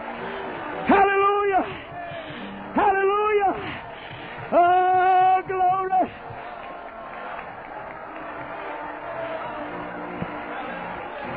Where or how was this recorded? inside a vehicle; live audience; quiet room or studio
live audience